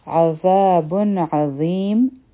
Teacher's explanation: په با باندې تنوین دی مخکې عین راغی نو دلته کې به اظهار کوو یعنی په عذاب کې چې د نون ساکن کوم آواز دی دا به کلیر وایو صفا به وایو. عظیم ضا غټ حرف دی او ظیم چې دی نو دا مدی عارض لی سکون جوړ شو. · عین به د حلق نه وایو